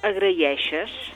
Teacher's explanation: nosaltres posem una i de coixí entre dues vocals